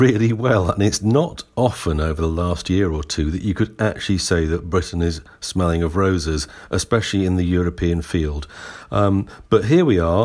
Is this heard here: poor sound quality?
no